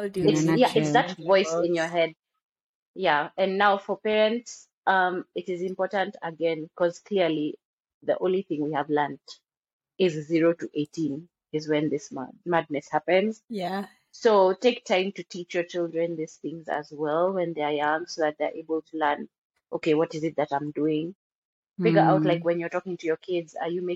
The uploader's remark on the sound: apologies for the audio, the technical difficulties continue!